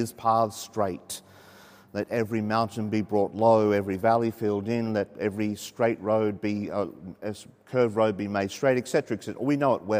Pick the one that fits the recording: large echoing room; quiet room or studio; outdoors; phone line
large echoing room